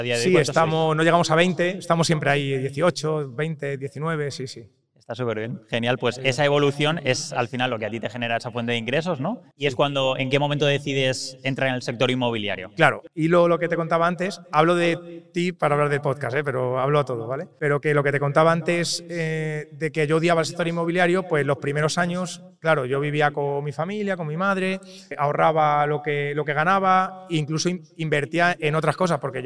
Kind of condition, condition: setting, busy venue